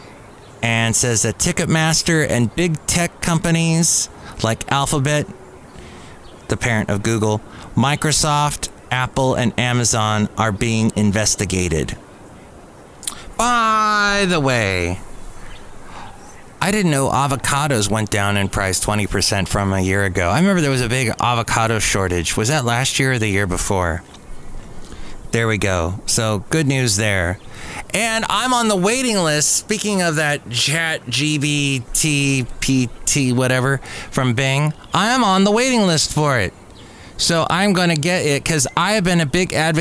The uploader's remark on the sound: podcasts live from Cafe Anyway